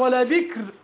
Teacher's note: إذا وقفت على كلمة ولا بكر رقق الراء لأنها بعد كسر